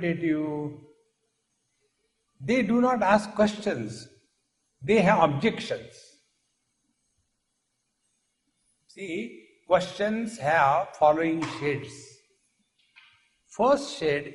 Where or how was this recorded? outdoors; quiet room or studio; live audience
live audience